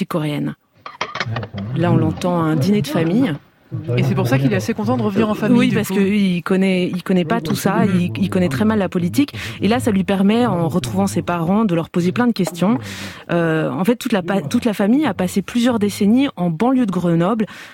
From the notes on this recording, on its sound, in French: A envoyé des notes vocales via WhatsApp pour décrire son pays, sa culture, et sa politique.